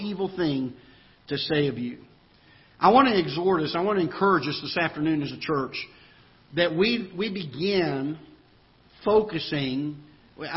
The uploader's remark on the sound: Ketha Heights Baptist Church ~ Live Broadcast